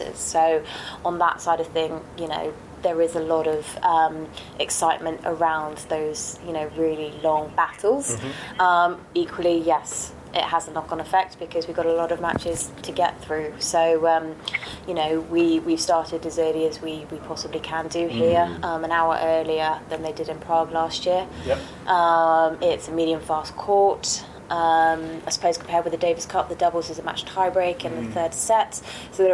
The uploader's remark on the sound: Apologies for the technical issues with this one, we were trialing a new audio setup live and on site in Glasgow so picked up a few odd noises